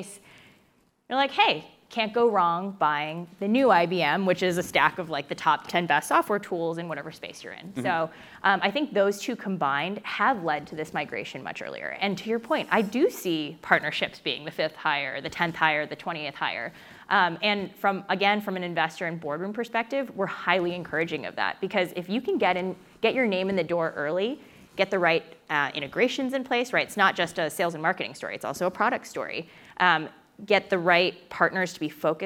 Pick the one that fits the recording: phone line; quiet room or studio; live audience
live audience